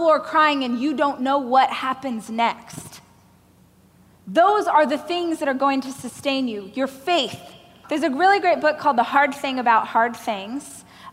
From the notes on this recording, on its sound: a keynote speech I gave during the Growth